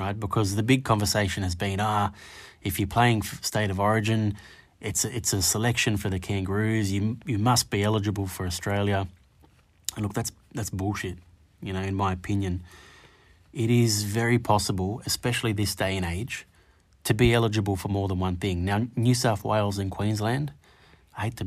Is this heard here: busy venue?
no